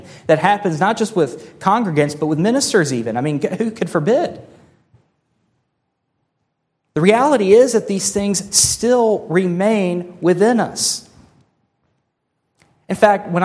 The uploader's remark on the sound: This sermon was delivered on July 23, 2023 at Antioch Presbyterian Church, a mission work of Calvary Presbytery of the Presbyterian Church in America located in Woodruff, South Carolina.